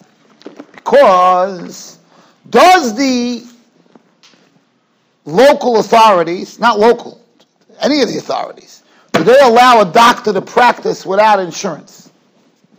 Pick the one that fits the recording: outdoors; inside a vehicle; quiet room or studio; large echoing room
large echoing room